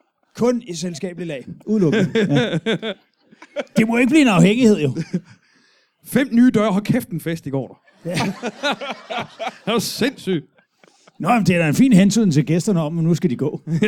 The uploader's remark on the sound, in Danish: LIVE fra Holbæk